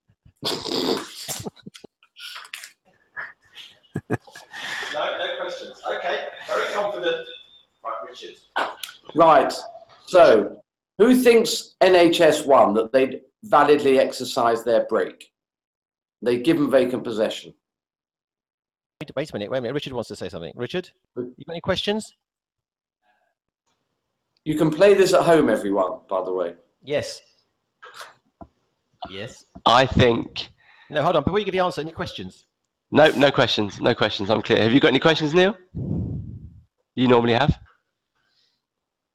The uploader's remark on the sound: CPD Accredited Google Hangout.